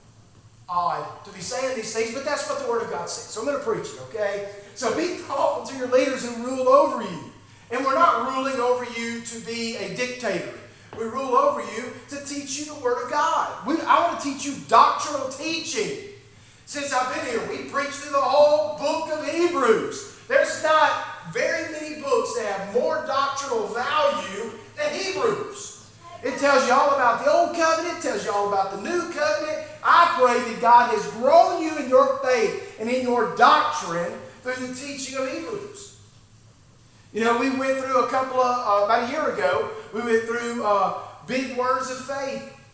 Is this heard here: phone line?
no